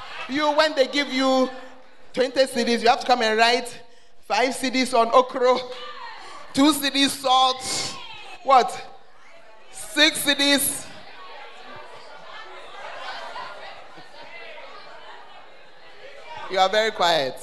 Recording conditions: live audience